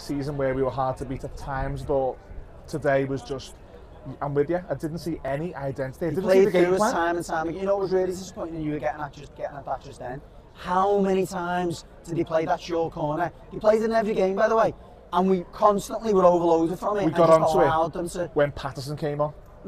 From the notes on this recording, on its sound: live from Goodison Park